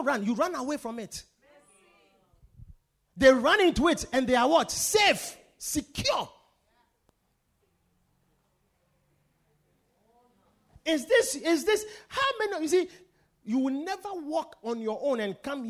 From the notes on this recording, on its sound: Preached at The Victory Secrets Service.